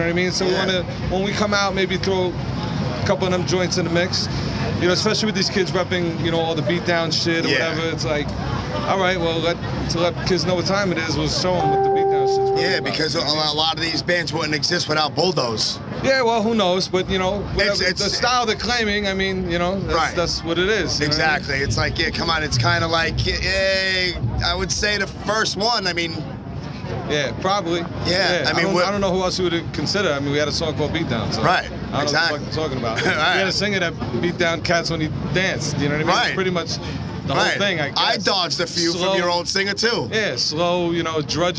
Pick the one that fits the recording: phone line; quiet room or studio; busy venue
busy venue